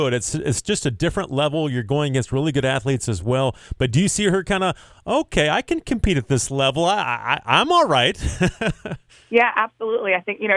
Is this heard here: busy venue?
no